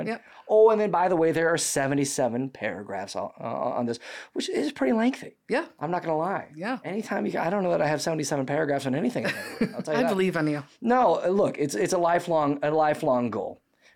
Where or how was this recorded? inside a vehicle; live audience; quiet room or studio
quiet room or studio